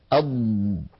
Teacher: أض، فهذا الامتداد للصوت هو رخاوة. فالضاد مجهورة يعني لا يجري معها نفس لكنها رخوة يعني يجري معها الصوت